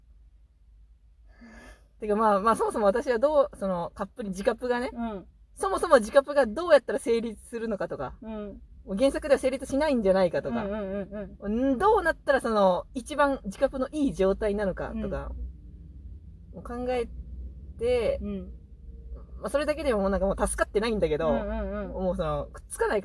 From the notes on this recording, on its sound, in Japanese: From Radiotalk。車の中で喋って苦しんでいます。